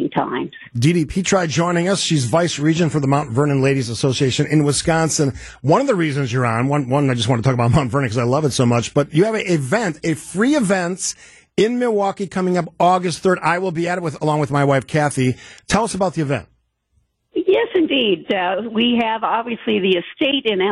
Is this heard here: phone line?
yes